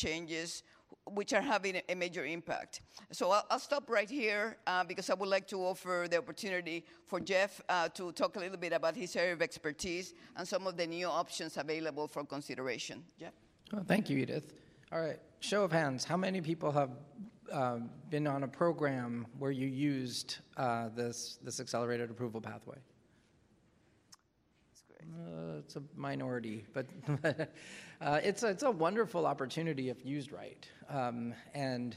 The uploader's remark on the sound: In this session recorded at CMO Summit 2022